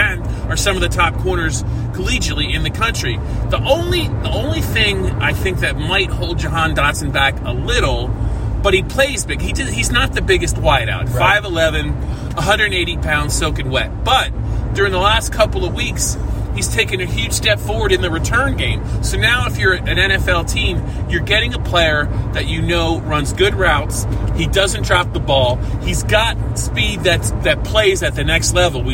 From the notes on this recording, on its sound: Talk about the latest on the Lions while driving home from Beaver Stadium after the PSU-Illinois game.